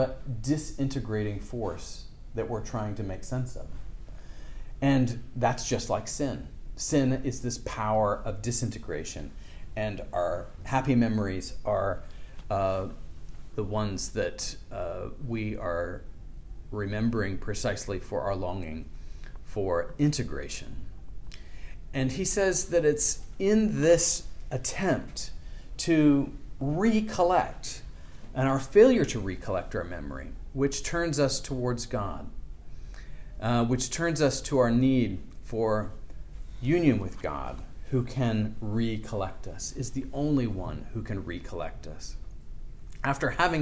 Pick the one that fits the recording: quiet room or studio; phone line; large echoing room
large echoing room